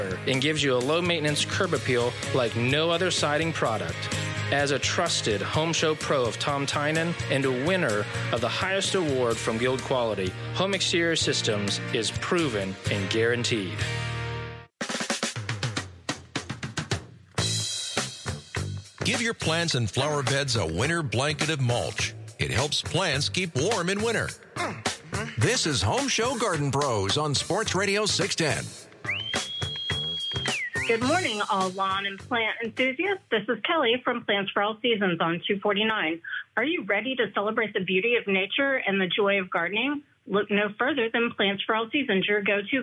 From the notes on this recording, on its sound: Take your calls. Heard live on SportsRadio 610.